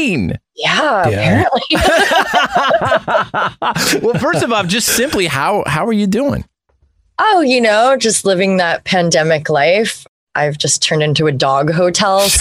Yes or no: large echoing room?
no